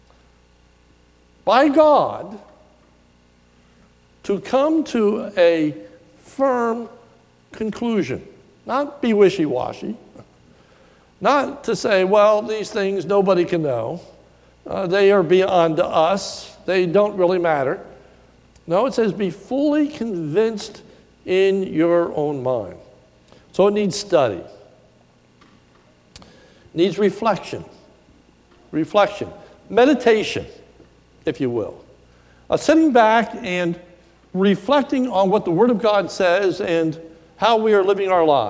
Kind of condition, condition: setting, large echoing room